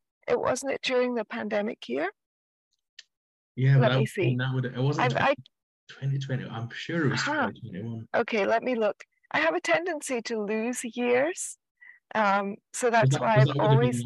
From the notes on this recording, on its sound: Apologies if the audio is a bit choppy on this one.